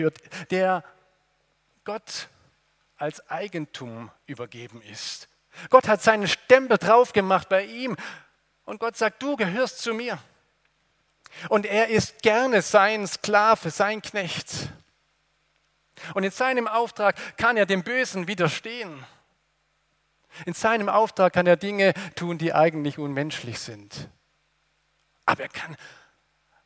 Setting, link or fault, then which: setting, large echoing room